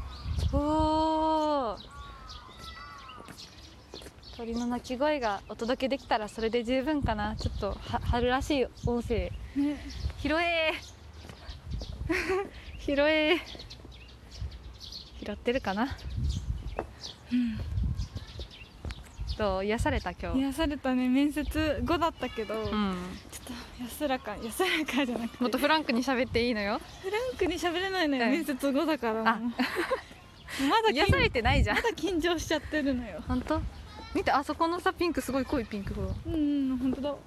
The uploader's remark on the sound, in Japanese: 桜満開の公園から聴こえる春の音。こちらは数週間前の収録でして。